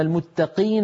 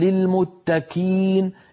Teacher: القاف من أقصى اللسان مع الحنك اللحمي، الكاف من أقصى اللسان فوق مع الحنك اللحمي والعظمي